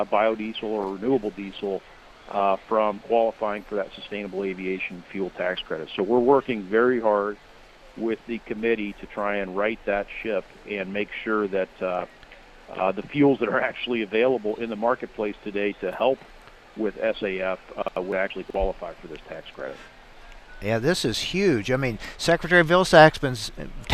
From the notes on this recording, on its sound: Reports live from Husker Harvest Days in Grand Island, NE from the Syngenta tent.